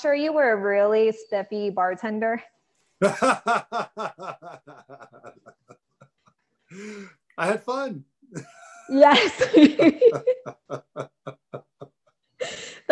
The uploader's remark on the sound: I had the pleasure of having a Zoom interview